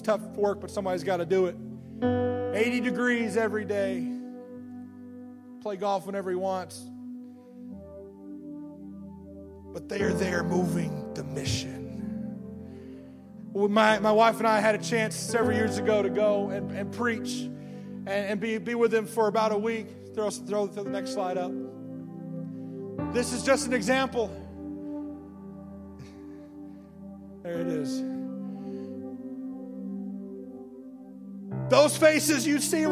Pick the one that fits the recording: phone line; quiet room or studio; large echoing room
large echoing room